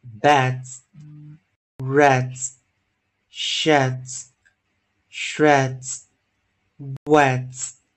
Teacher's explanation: 复数型的这个几个 ds 的时候会浊化，念 z